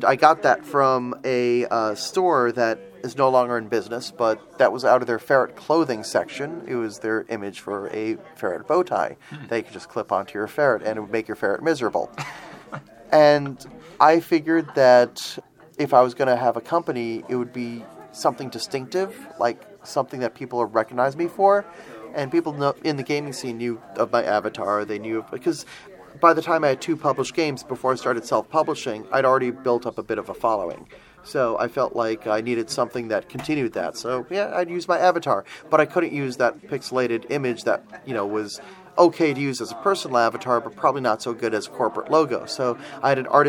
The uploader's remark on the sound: Recorded live at BBG.con 2016 in Dallas, TX.